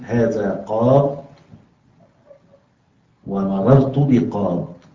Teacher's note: المنكر عند الوقف عليه نقف عليه بحذف الياء رفعا وجرا